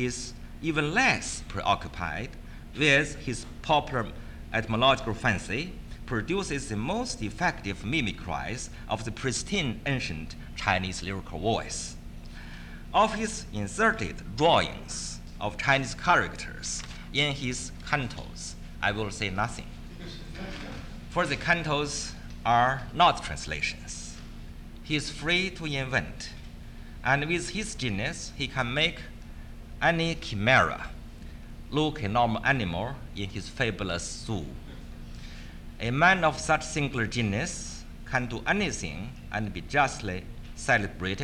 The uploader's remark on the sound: This is the fourth part of the fourth day of the World Translation Conference.